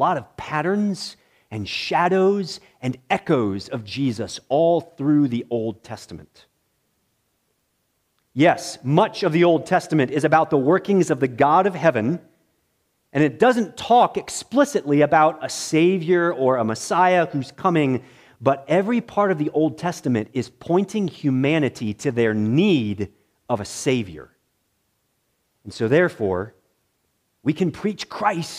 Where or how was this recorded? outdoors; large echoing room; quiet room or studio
large echoing room